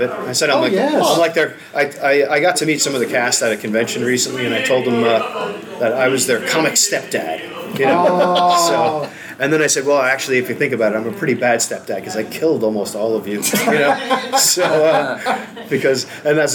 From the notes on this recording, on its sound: Listen to a Live recording of the Last Comic Shop Podcast from the recent 3 Rivers Comic Con in Pittsburgh PA! Thanks to 3 Rivers Comic Con for setting this live show up!